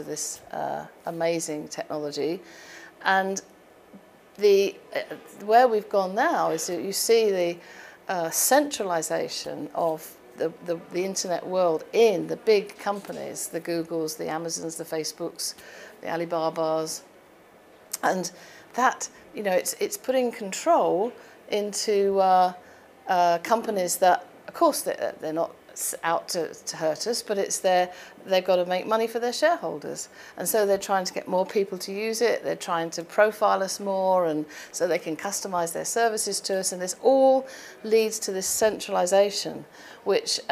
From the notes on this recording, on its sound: Recorded as part of World Summit AI 2018